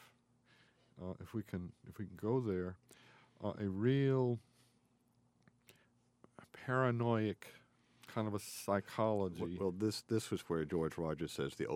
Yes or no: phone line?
no